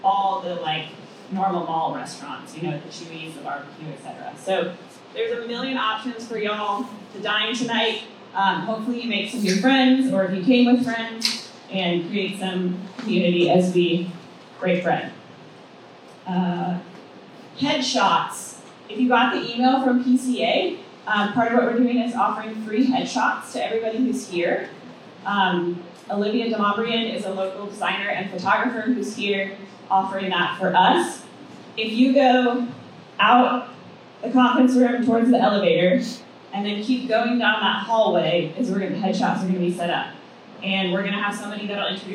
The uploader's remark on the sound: Live From The Painting Contractors Association - PCA Women In Paint Conference.